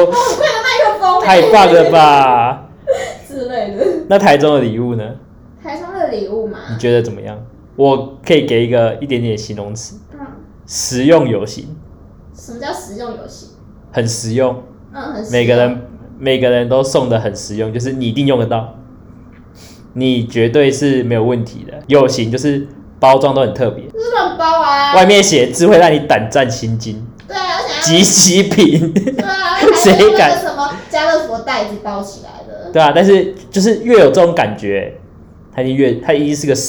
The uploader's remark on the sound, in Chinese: 本集收音出點問題。會有點遠兒。